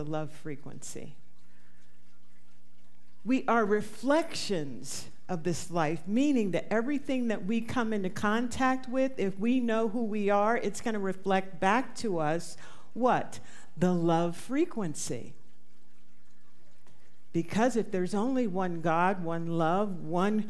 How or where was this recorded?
live audience